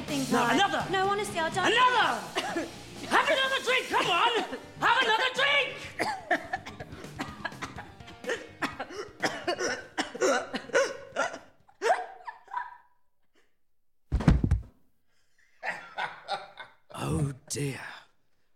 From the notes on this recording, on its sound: Recorded LIVE at The Roundhouse in Camden in collaboration with Roundhouse Radio, The Robber Bridegroom is one of six productions recorded over three nights one December as A Very Grimm Christmas. The performances were so terrifying several audience members fainted.